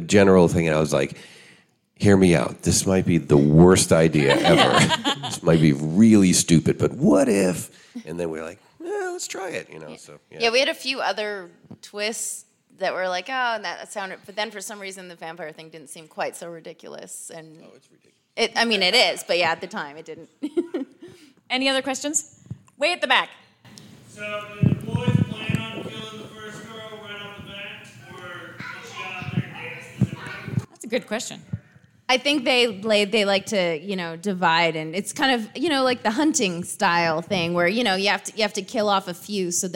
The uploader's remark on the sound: Are coming at you live from Panic Fest 2023 for the World Premiere of Bury The Bride. On stage. This is a full-spoiler interview in front of a raucous crowd that just watched the movie.